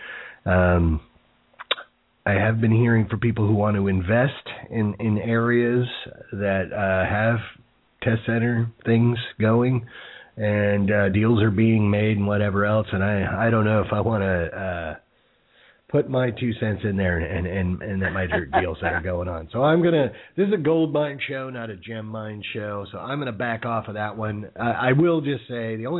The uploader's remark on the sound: calling in live from a firefighting exercise